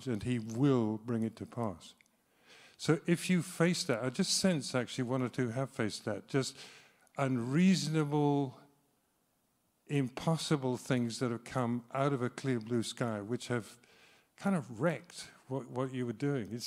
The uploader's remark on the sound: speaks live at Trinity Cheltenham